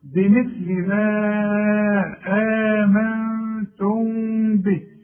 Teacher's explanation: اغن النون حركتين، وبعدين اغن الميم حركتين